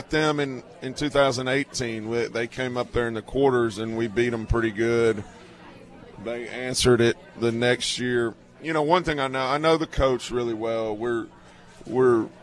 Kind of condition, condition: setting, busy venue